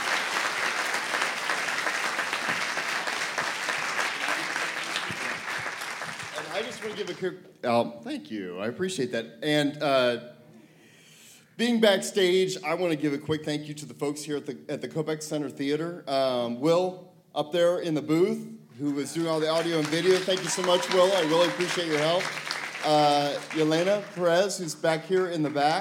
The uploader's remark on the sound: Answer questions in front of a sold-out crowd in Miami.